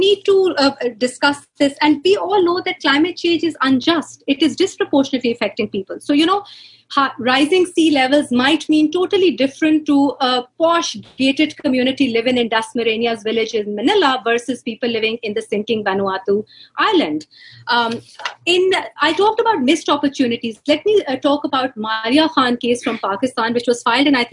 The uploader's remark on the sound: In this webinar, a panel of experts and practitioners